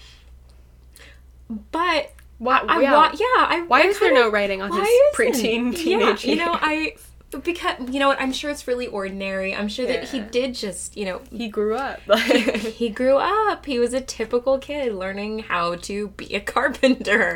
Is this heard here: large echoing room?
no